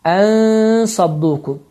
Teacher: Yaxınlaşır, müəyyən bir məsafə qalır və səs burundan çıxaraq 2 hərəkə miqdarında uzadılır · Term: ixfa